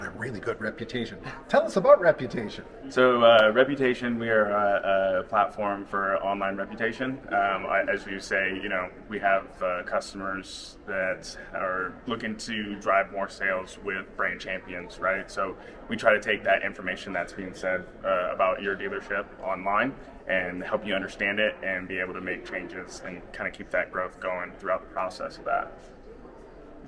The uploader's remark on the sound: at the Driving Sales Conference in 2022, live.